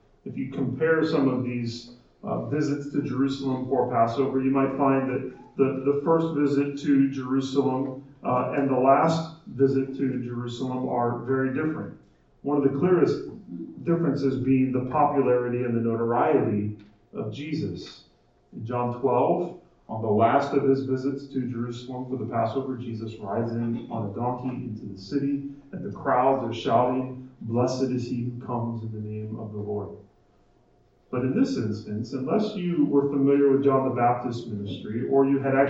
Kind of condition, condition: fault, poor sound quality